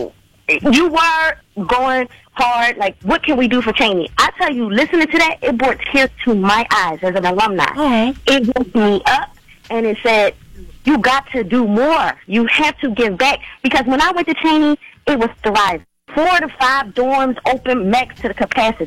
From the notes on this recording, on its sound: Listeners called in to express their views.